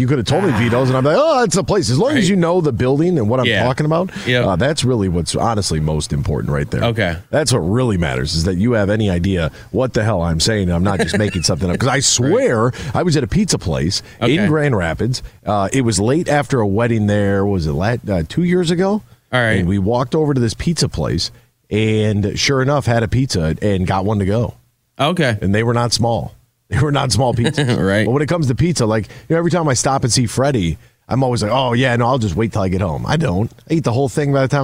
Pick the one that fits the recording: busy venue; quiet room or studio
busy venue